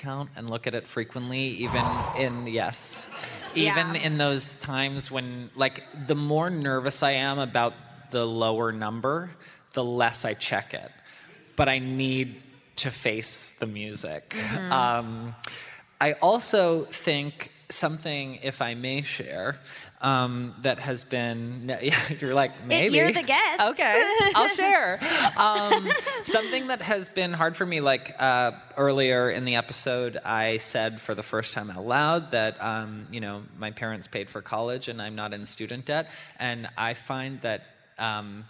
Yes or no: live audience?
yes